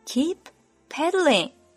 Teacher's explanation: 他们两个词合在一起只需要读一个 p 就可以了